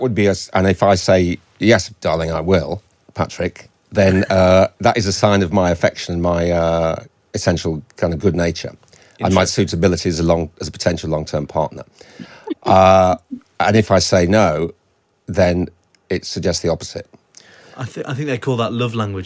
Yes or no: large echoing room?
no